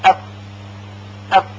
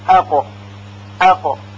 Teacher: حرف فا راحت و با سرعت ادا می شه ولی حرف قاف با سختی و کندی بیشتری تلفظ میشه · Term: اذلاق